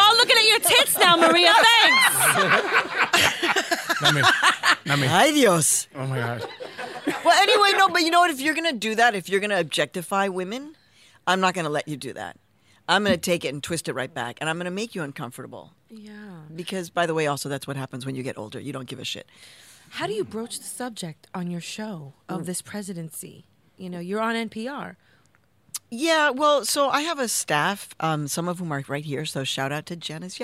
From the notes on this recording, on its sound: the crew hosts a live studio audience